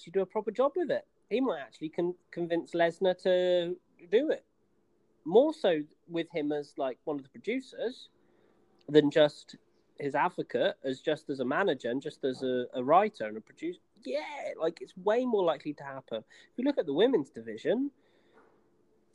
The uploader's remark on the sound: Oh dear, it’s the first ever Skype-call NXT generation podcast.